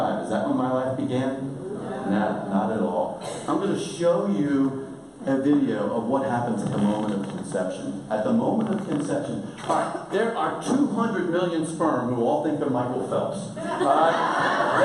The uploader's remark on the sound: Recorded during the 2018 Brazos Pregnancy Center Gala